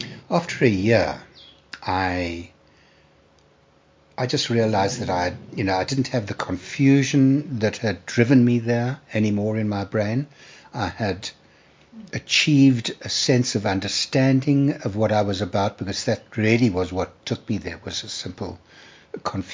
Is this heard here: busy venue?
no